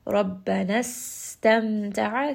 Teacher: sin again has safir. Give it a little bit of that whistle. Meme is going to have tawassut, rest on this meme, and then ayn is going to be from the middle of the throat.